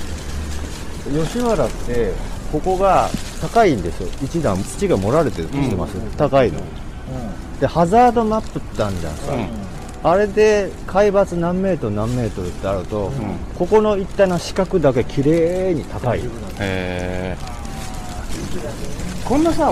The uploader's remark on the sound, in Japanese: 新年1回目の収録は外に飛び出して町ブラロケ！せっかくここまで来たんだ足は吉原へと向かう。さっきの飛不動様から近くに吉原神社があるので、せっかくなので来ました。